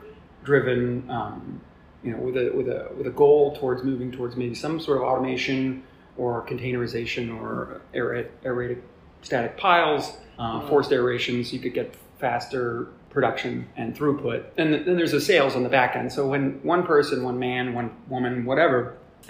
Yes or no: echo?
yes